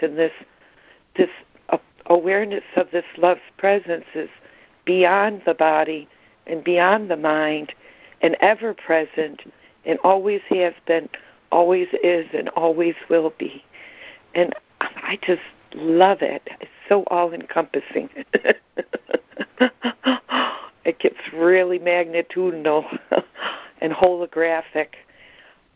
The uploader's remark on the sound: ACIM Daily Conference Call